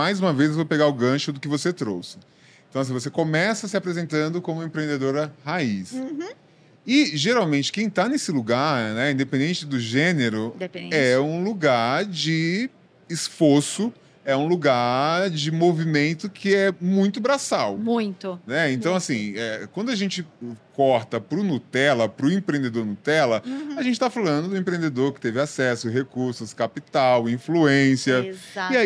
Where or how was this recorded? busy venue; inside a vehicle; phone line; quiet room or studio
busy venue